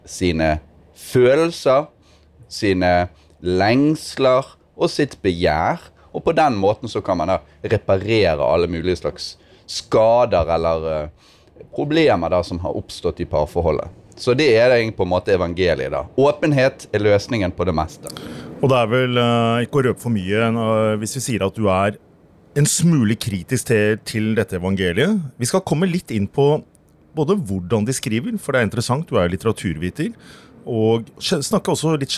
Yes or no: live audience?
no